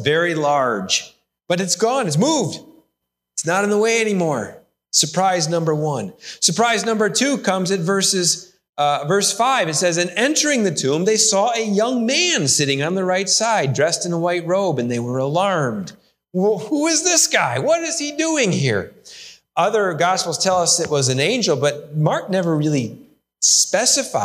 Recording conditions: large echoing room